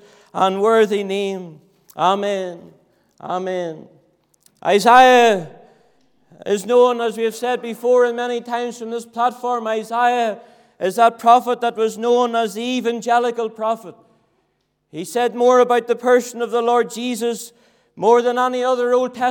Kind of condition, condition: setting, large echoing room